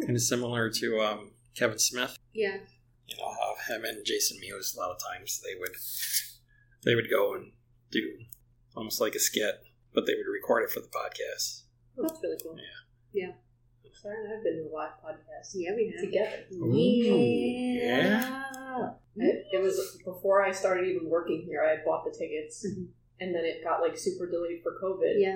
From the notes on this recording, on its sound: Please excuse the poor audio quality. We accidentally recorded the show using the laptop microphone.